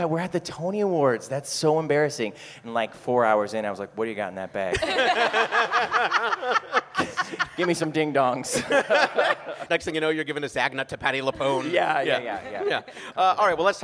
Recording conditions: busy venue